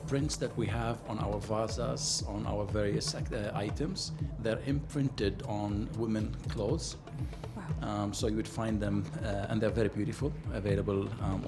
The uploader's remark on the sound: Live from SHD 2023